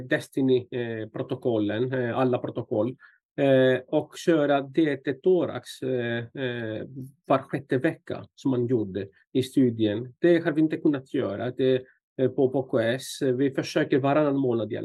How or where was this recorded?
video call